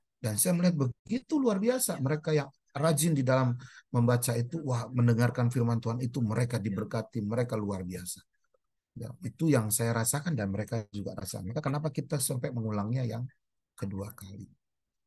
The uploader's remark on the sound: Audio Zoominar